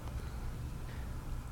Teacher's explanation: when the soul wishes to utter the kamatz vowel, the lips spontaneously become compressed